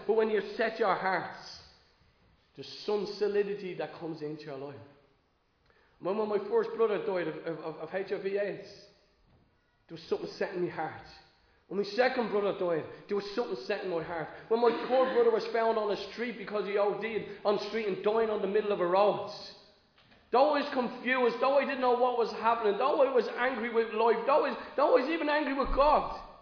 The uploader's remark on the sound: Recorded live in Liberty Church on 29 May 2022